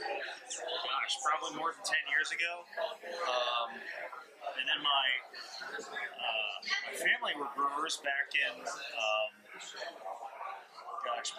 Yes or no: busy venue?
yes